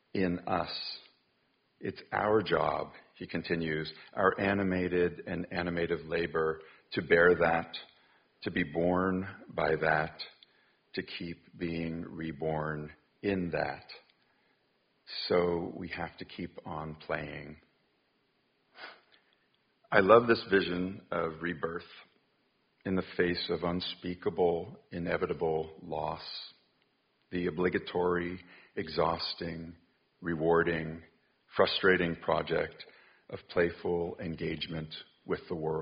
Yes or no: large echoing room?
yes